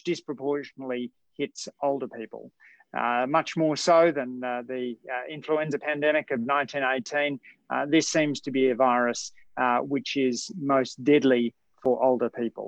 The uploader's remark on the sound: chat in a Facebook Live event on 8 May 2020